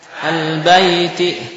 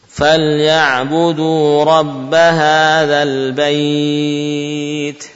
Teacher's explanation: Al baiti tidak ada mad. Namun saat waqaf ya barulah muncul mad. Ukurannya bisa 6 harokat, bisa 2 harokat. · Term: mad layin